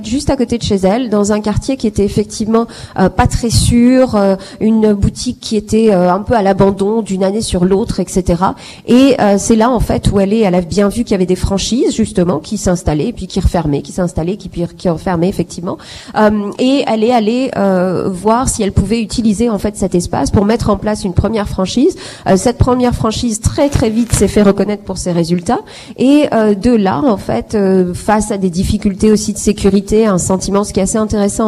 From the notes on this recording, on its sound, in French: En direct depuis le Forum des femmes entrepreneurs canadiennes-africaines (CAWEF) est une conférence annuelle, lancée par l'Association marocaine de Toronto.